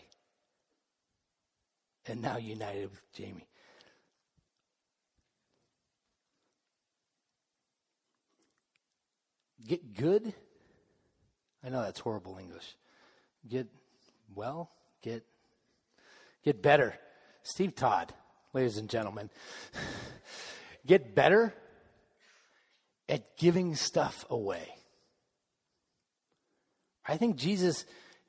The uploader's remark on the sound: Final message of the Summer Series delivered during the Contemporary Worship service.